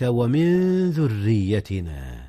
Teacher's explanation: ربنا وجعلنا مسلمين لك ومن ذريتنا، جاء الإخفاء هنا يا أستاذنا، أخفي نون من قبل الذال إذ الذال من حروف الإخفاء